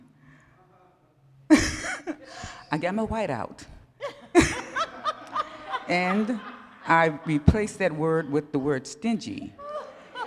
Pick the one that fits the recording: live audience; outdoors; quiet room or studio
live audience